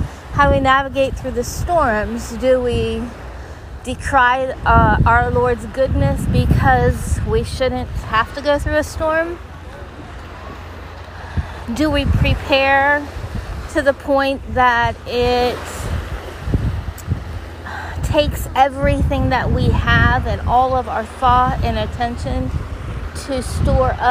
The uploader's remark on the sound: Take a walk with me down the beautiful shore line of the Gulf of Mexico live today. There's a storm coming.